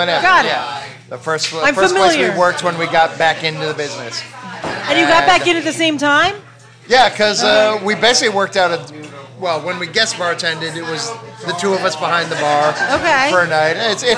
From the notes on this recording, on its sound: on a loud night at Hinterlands Bar